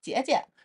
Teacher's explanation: 姐姐它其实就变成了入声的那种感觉哈，就也是往下砸了